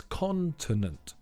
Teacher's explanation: The stress is on the first syllable, so it's continent.